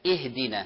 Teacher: الهمزة مكسورة في حال الابتداء بها